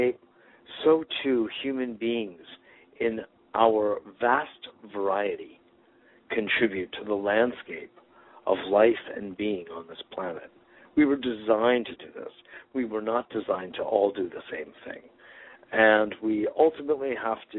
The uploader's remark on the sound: Today is a chance for listeners to call.